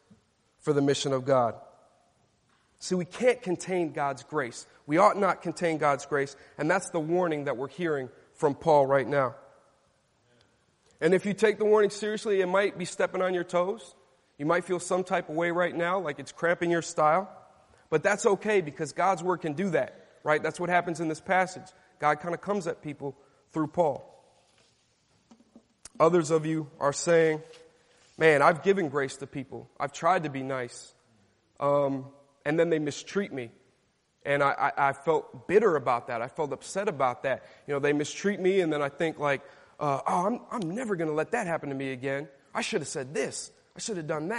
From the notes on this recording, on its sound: Delivered at Grace & Peace Fellowship in St. Louis, MO USA.